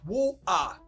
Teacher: The T stops in the throat. · Term: glottal T